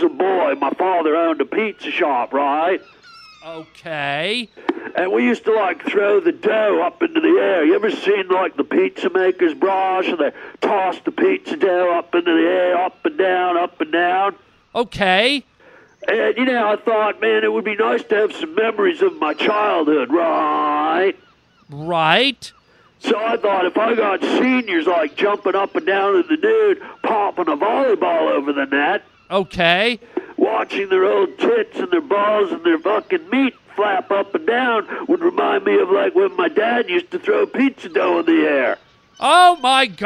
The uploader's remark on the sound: Listener phone calls!